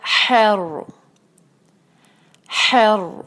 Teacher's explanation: آگے ہے رو، اور اس پر سکون ہے تو یقیناً ہم ہا کے فتحہ کی وجہ سے اس کو جو ہے وہ ہیوی پڑھیں گے، اور رو کو پورا ہیوی کرنا ہے